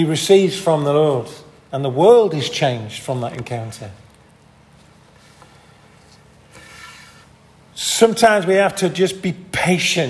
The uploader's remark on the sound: This audio recording was taken from the 10:30 Communion service at St Mary and St John's Church in Hardraw on 19th February, 2023.